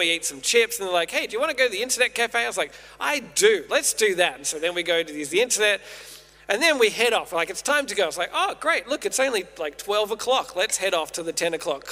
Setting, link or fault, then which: setting, large echoing room